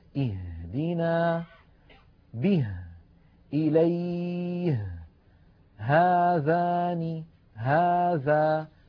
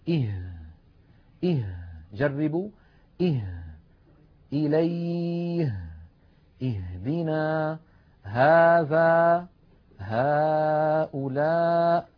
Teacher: تخرج هذه الهاء من أقصى الحلق وليس من الصدر وليس من القصبة الهوائية